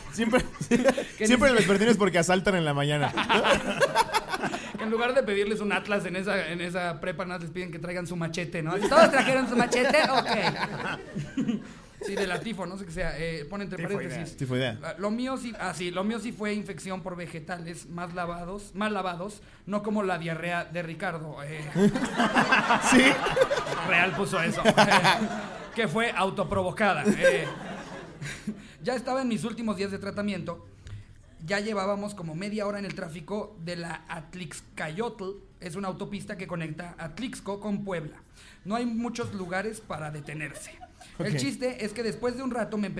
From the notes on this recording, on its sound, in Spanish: En vivo desde Querétaro. En este episodio de La Cotorrisa en vivo desde la Caja Popular. Muchas gracias por llenar el evento en menos de 2 horas.